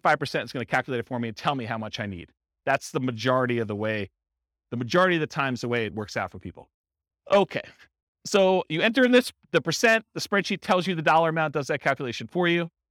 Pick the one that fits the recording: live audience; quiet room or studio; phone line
live audience